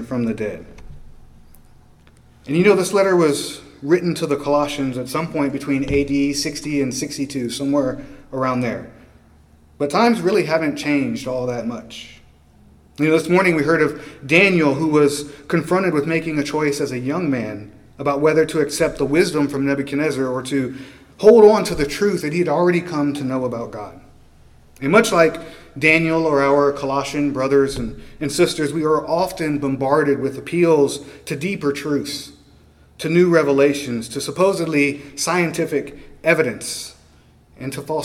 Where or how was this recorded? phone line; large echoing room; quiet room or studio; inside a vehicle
large echoing room